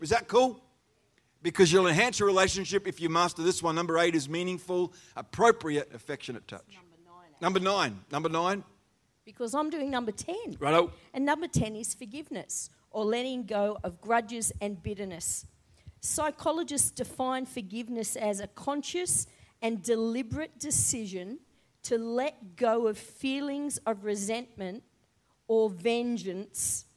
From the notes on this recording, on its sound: The live stream of Destiny Church Atherton.